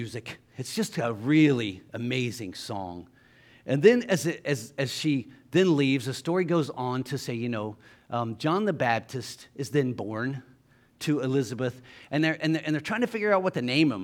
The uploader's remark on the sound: LIVE Services at Sunshine